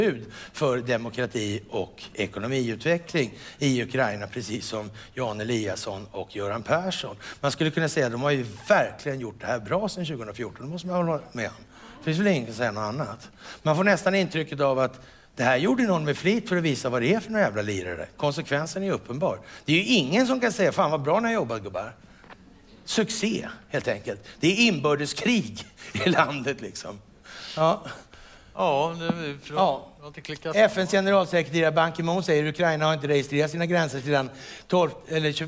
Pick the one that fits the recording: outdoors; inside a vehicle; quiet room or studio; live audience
live audience